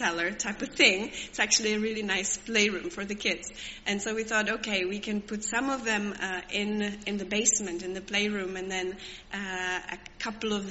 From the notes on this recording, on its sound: Recorded at the 10:30 service on Sunday 30th October at St Andrew’s.